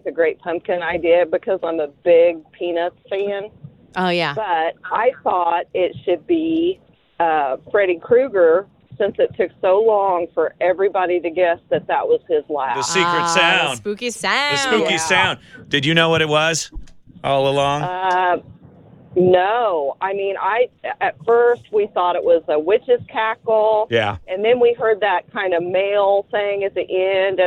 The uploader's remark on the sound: call into the Smiley Morning Show